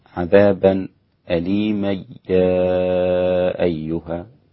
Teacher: وأسقط الغنة عند الإدغام بالياء